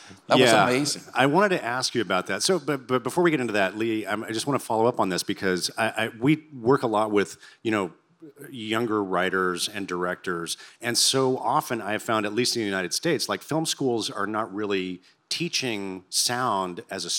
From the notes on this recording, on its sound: This interview was recorded live at the 2023 SXSW Film Festival.